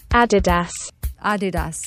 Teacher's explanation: It's supposed to be Adidas, with a slight emphasis on the first syllable, not Adidas.